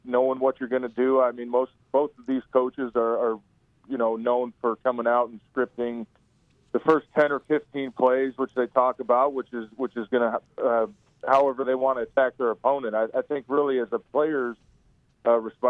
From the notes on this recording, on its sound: joins the conversation over the phone